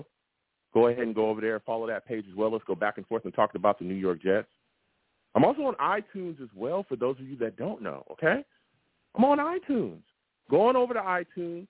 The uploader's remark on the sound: I also take live callers!